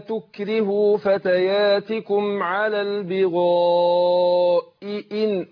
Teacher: ممكن همزة تطير منهم لو ما حققتش الهمزتين والاتنين مكسورين